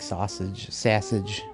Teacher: There's the round O and the nasal A.